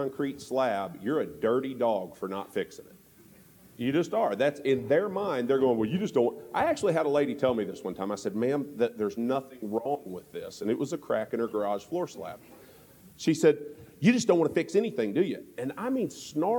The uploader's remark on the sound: This week on The Building Code we are LIVE from Las Vegas at the International Builders’ Show!